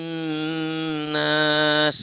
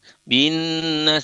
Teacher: Qul a'udzu birabbin nas ya, bin, binnya di situ ditahan, bin nas dikarenakan tasdid · Term: nun tasdid